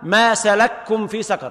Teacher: يقرأ بإدغام الكاف في الكاف